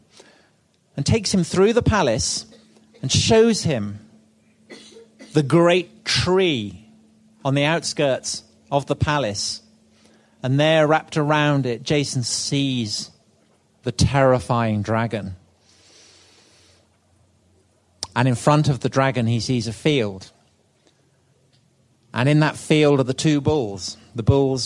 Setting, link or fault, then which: setting, live audience